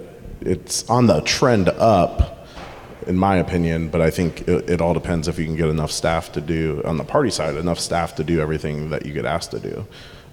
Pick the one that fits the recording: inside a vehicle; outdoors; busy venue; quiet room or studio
busy venue